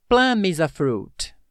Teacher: Já percebeu que plum termina com M? Vou fazer um som de ligação também com is.